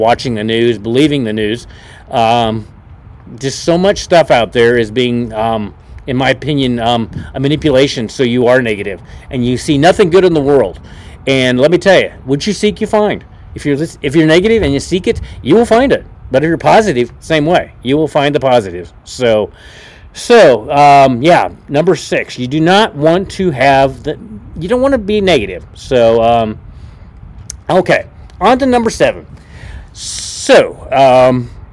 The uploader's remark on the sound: Was a Pop Up Podcast so I apologize for the wind noise! You know I live in Nebraska where the wind seems to blow every day!